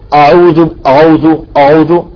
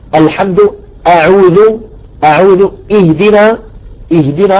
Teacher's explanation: الهمزة دائما مرققة ما تفخم أبدا · Shown in: second take · Term: الهمزة مرققة